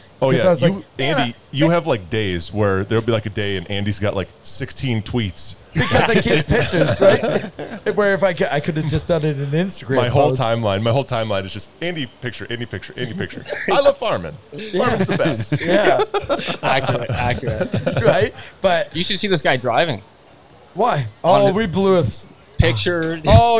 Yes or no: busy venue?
yes